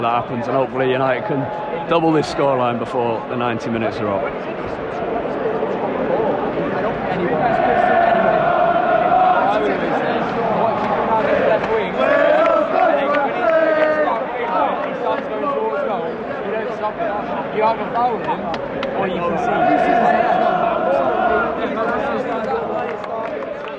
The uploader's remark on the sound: Talks live from Old Trafford. Review United’s performance at half-time and full-time.